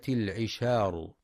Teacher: ينتبه القارئ لترقيق الشين فلا يقرأ العشار بالتفخيم